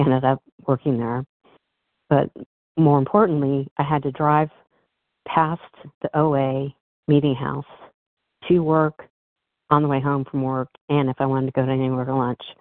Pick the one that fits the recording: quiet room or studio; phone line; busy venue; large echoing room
phone line